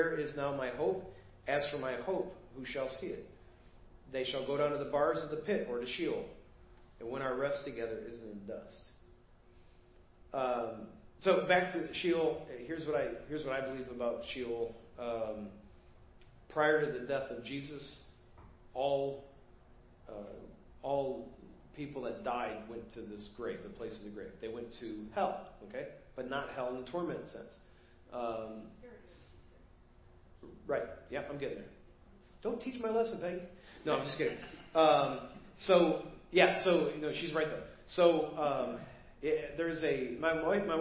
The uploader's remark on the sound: Preached at First Baptist Church of Hazel Park